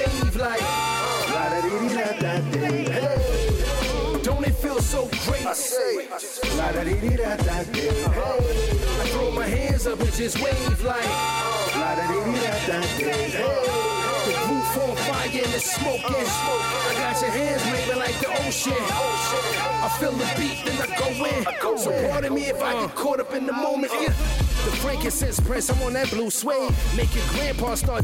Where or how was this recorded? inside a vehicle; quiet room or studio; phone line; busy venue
busy venue